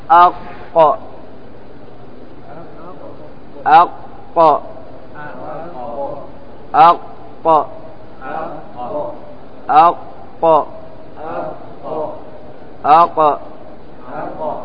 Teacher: مصمت غير مذلق لأنه يخرج من أقصى اللسان قريبا من اللهاء، وهو مجهور غير مهموس أي لا يخرج معه هواء، وهو مقلقل من حروف القلقلة قطب جد، وهو أيضا شديد ينقطع صوته، وهو منفتح ليس مطبق، وهو مستعلي أي أنه عند الأداء مفخم. · Term: القاف